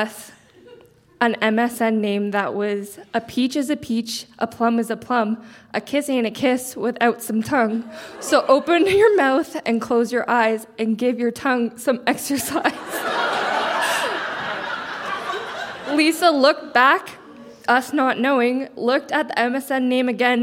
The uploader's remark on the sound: Recorded live at The Walper Hotel in Kitchener.